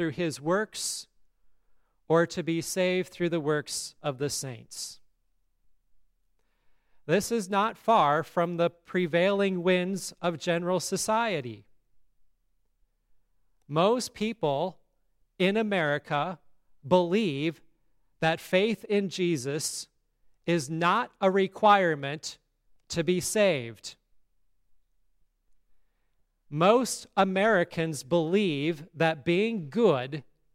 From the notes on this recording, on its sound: today's service at Grace Lutheran Church, Lexington, MO